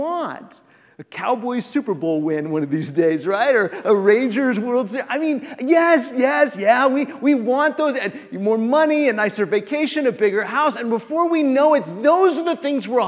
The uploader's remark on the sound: This episode of the Fam Lab is an excerpt from The Road Family Conference 2019 at The church of Christ on McDermott Road.